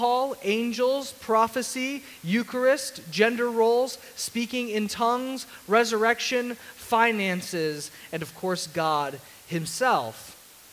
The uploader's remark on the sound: Sermon audio from CityGate Church